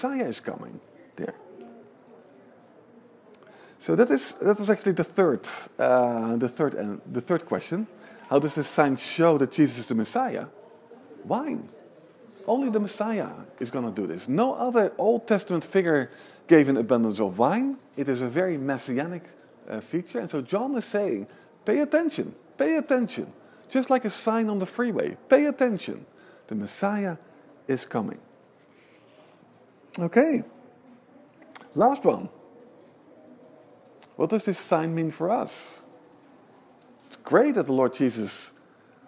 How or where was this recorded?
large echoing room